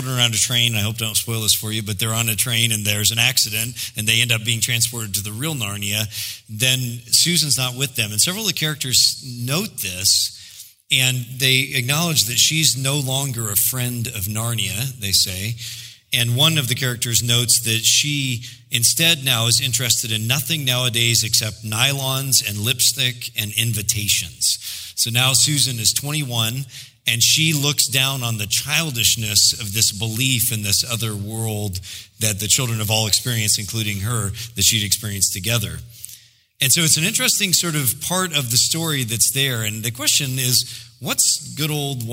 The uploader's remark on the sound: preached in July 2016 at Sojourn J-Town